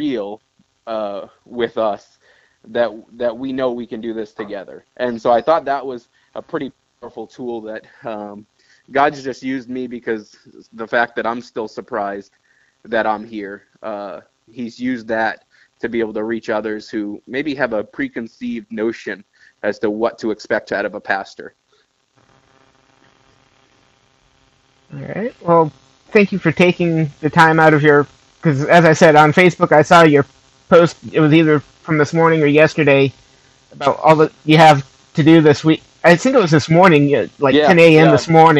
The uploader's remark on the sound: This week we get my first phone interview.